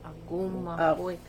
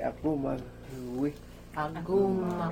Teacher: It's almost silent, but there's just a little bit of that G in there. · Term: light sounding G